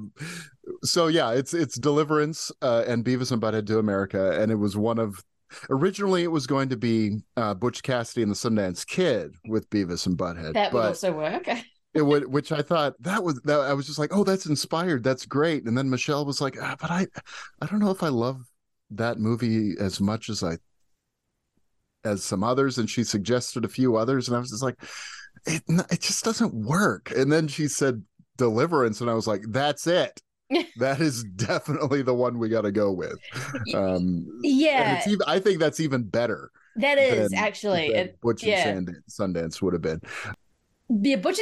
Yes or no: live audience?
no